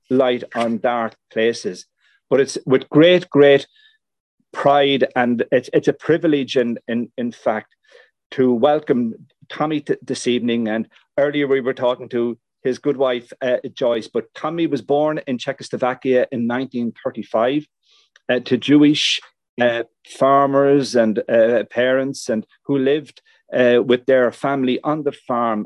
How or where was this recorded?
video call